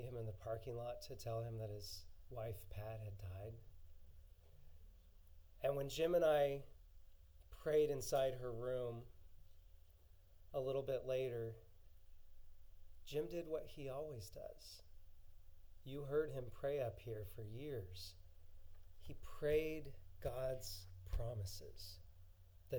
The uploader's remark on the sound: We were having some microphone issues during the recording of this sermon…so you may need to turn up your speakers all the way!